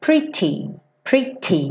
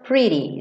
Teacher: Se você optar por uma pronúncia mais britânica, sua pronúncia vai ser pretty, pretty. E aí você deixa esse t, t, t, t, com aquele arzinho, né, que explode junto · Shown in: first take